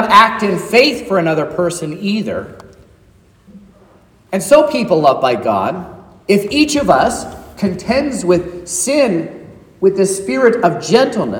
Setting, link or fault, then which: setting, large echoing room